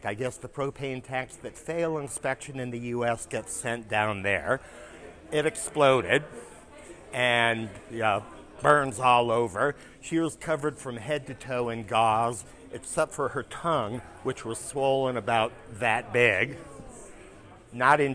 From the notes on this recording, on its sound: This story was live recorded at our EM Storytelling Happy Hour in Denver, Colorado.